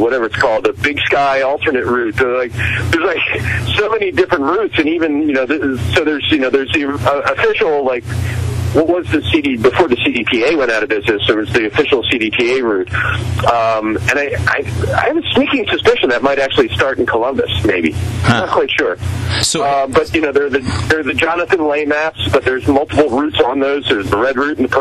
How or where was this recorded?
phone line